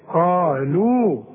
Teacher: القاف من اعلى حروف التفخيم وبعدها الف والالف من الايه المدود الطبيعية.